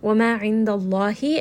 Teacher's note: Allah here is going to be heavy because the letter before has a fatha. So it is going to be heavy.